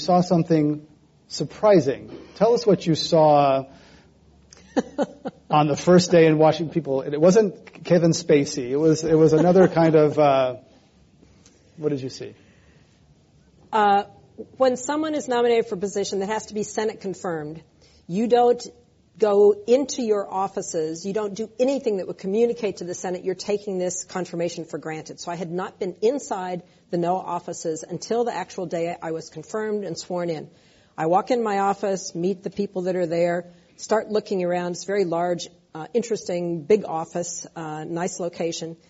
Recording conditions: live audience